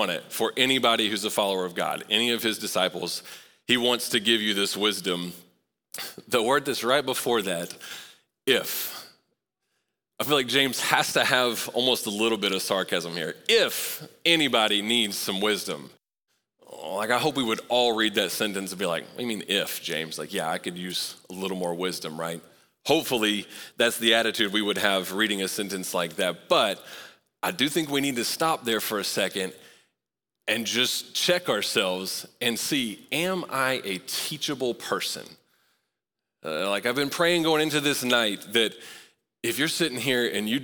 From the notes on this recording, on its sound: Recorded live at Long Hollow Church on February 20, 2024.